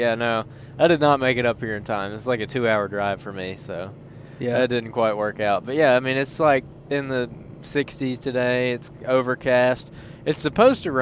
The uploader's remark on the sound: On the way in to an afternoon deer hunt on some Alabama public land